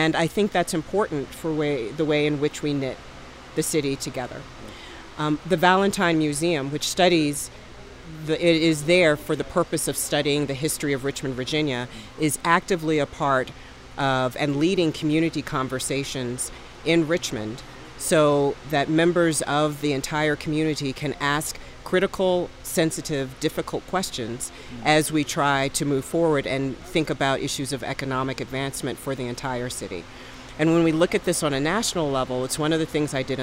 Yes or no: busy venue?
yes